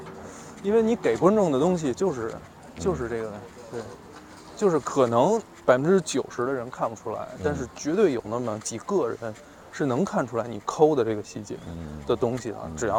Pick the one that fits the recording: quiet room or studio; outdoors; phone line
outdoors